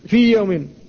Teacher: فالواو ساكنة والميم حرف مجانس لها فقد تقارب مخرجاهما وكلتاهما شفوية، وسكنت الواو وتحرك ما بعدها وهو الميم ولم يقع الادغام لأن الواو هنا حرف لينين، حرف لينين فلا ادغام.